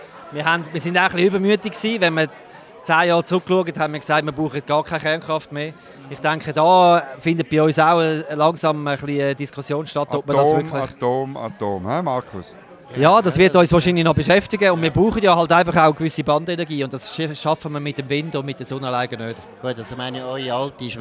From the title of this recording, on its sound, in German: Live aus der Bellevue-Bar